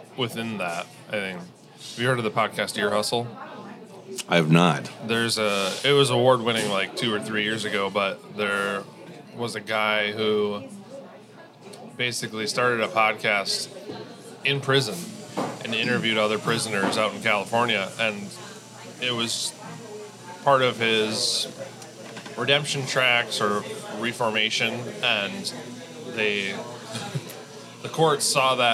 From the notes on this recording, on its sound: This is a recording of the Appleton Podcast Co-op's May morning meet up.